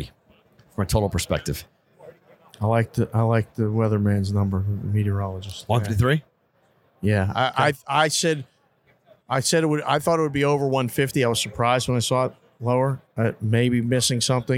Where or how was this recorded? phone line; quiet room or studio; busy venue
busy venue